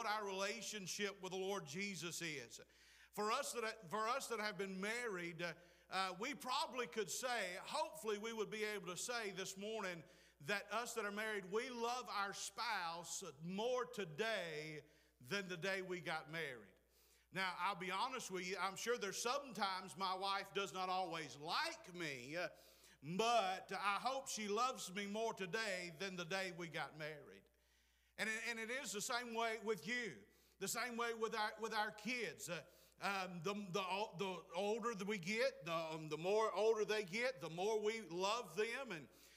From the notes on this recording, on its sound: Preached at Clifton Baptist, Forest Ms.